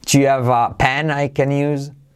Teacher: Contraes do you con chew. Y se genera una letra J, chew.